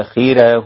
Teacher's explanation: طيب آخره الراء، ترقيق الراء لورش، تمام، ترقيق الراء لورش والباقون بتفخيم الراء